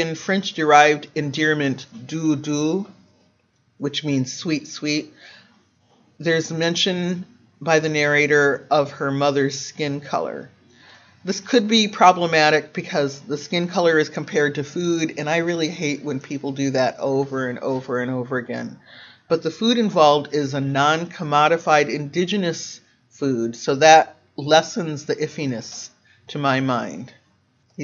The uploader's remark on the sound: Excerpt from the lecture. At Odyssey in the summer of 2019 on dialect and representation.